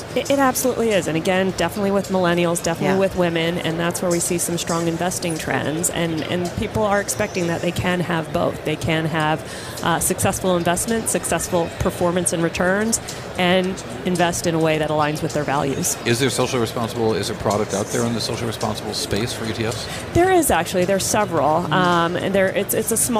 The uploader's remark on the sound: Live from Schwab Impact 2017 in Chicago